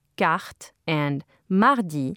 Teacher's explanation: The uvular R sound is most audible at the beginning and end of words, such as those in Activity A. When found in the middle of words, before another consonant, as in carte and mardi, there simply isn't enough time for the uvula to fully vibrate.